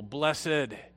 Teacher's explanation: And in English, we should pronounce this with stress on the second syllable, blessed, to differentiate it from the word bless, the verb.